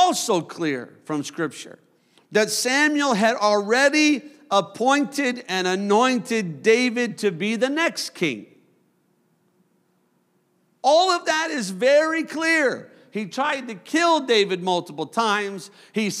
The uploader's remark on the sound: a service recording from Connect Point UPC